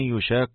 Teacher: وأدغم القافان في يشاق · Term: الإدغام